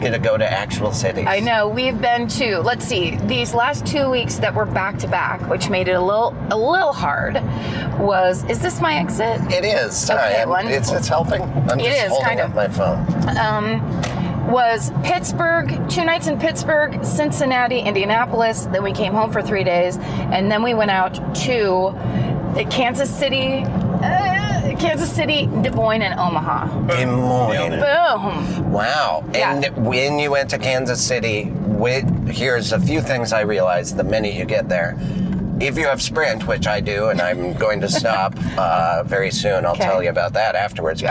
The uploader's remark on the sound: In the Car